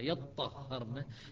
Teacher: الإدغام يعني أدغمت التاء في الطاء فصارت طاء مشددة